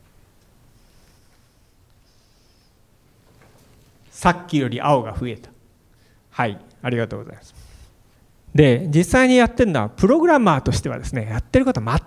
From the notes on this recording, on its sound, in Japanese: FM FESTIVAL 2017 未来授業 明日の日本人たちへ」特別公開授業